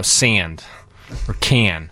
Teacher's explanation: the A is sort of back in the throat · Term: Northern Cities vowel shift